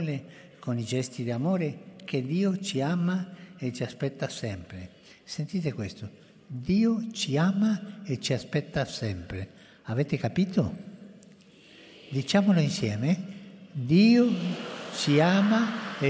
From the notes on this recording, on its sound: FROM TH PAUL VI HALL